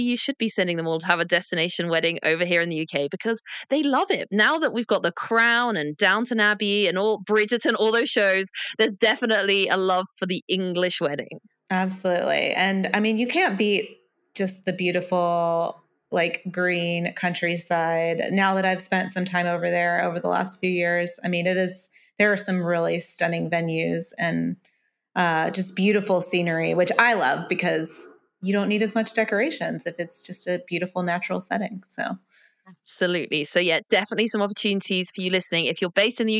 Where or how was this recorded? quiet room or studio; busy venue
quiet room or studio